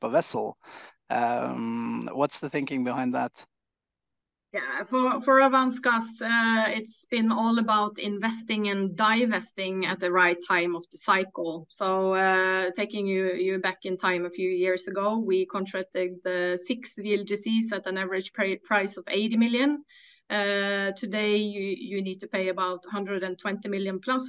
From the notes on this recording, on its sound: LPG Shipping Sector Webinar